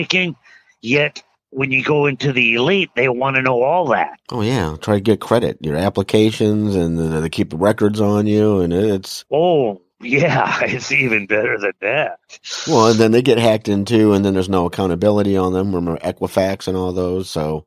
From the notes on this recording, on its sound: 2 regular guys talking on the phone.